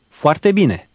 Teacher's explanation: The O and A will blend together.